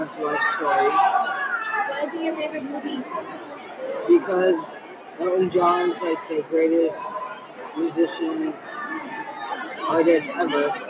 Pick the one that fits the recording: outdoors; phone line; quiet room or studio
outdoors